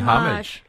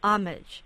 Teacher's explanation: You can say it with a silent H if you want, but the accent is on the first syllable · Shown in: second take